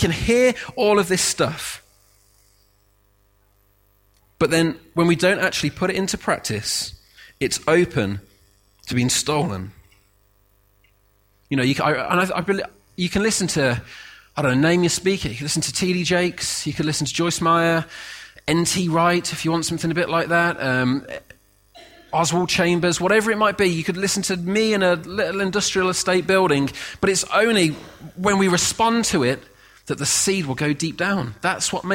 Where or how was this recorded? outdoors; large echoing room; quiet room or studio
large echoing room